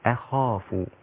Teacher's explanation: ما تفخميش الهمزة مع الخاء